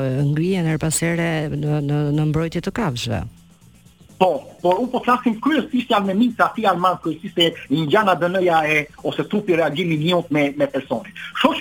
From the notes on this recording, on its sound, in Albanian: Në një lidhje telefonike nga Suedia për “Live From Tirana”